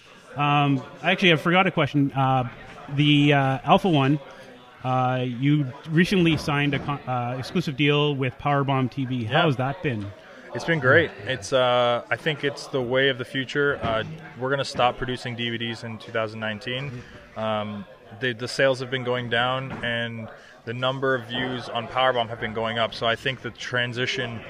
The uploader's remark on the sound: live at their Forever Causing A Ruckus event